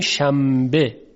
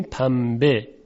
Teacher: نون ساکن که قبل از ب قرار گرفته در تلفظ تبدیل میشه به میم · Term: قلب به میم